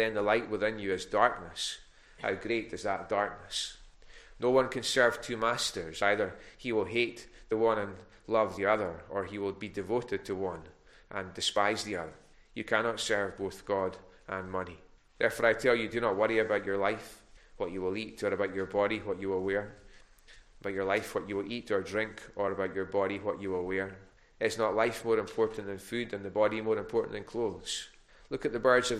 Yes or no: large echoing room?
yes